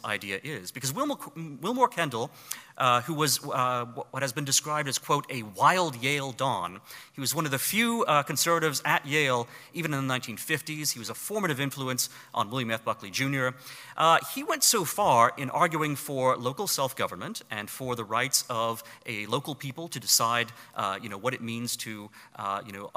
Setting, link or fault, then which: setting, live audience